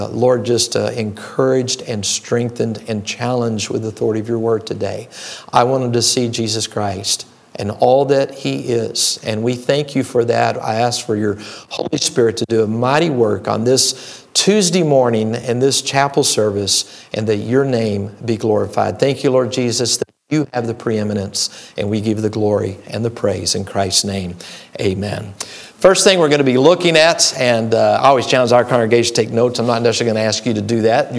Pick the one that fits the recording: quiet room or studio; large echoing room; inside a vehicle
large echoing room